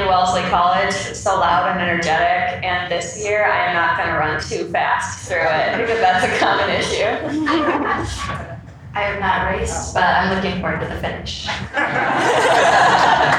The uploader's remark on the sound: Live at the Boston Marathon. This episode is a live recording of the Puma Professional Athlete Panel recorded ahead of the 2023 Boston Marathon.